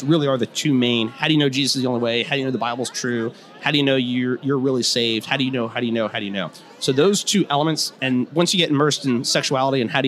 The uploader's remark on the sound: interview with me at the G3 Conference